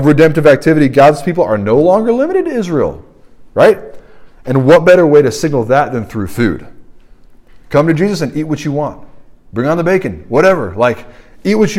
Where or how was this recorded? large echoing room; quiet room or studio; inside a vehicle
large echoing room